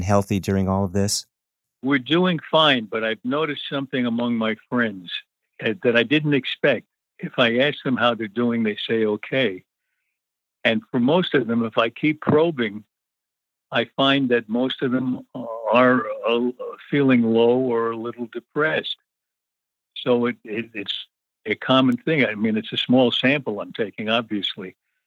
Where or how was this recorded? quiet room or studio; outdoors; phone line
phone line